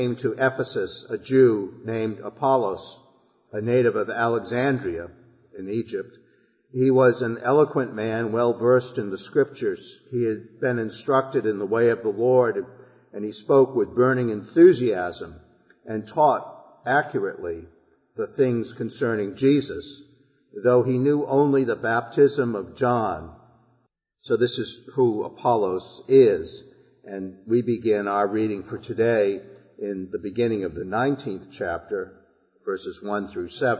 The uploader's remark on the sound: Our worship service at the Old First Church in Bennington, Vermont